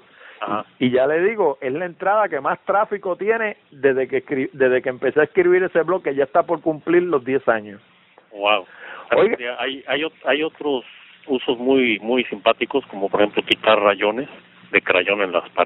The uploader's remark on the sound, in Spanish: No por Skype sino por teléfono tradicional. Así que la calidad del audio no fue necesariamente a la que están acostumbrados los oyentes de Hablando De Tecnología.